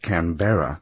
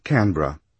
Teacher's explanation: placing the accent emphatically on the middle syllable · Shown in: first take · making it Canberra, rather than lightly on the first, as in Canberra, or even Canberra.